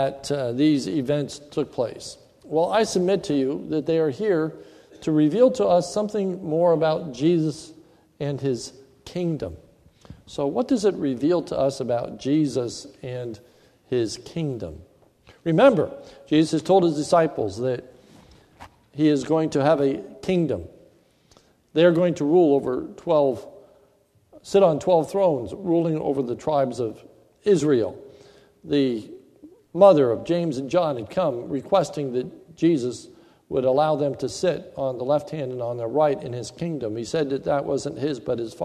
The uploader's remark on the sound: This is a sermon recorded at the Lebanon Bible Fellowship Church in Lebanon, PA on 10/11/2015 in the morning service